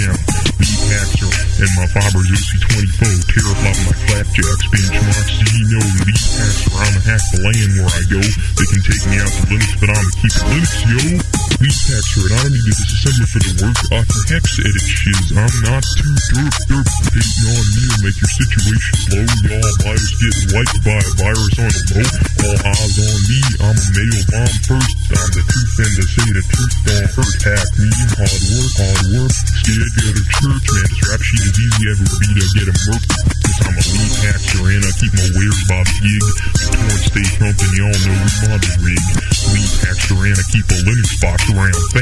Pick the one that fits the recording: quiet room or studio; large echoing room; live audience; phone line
phone line